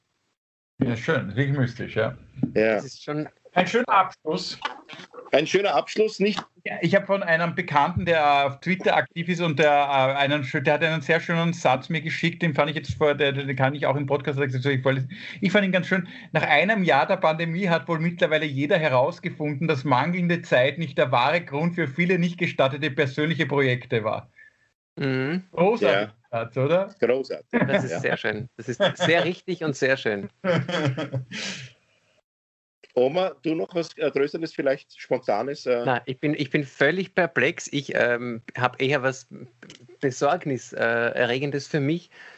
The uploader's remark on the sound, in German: Aufzeichnung einer ZOOM Session vom Montag, 8.